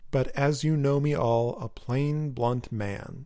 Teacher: You get those three stressed syllables at the end, plain, blunt man.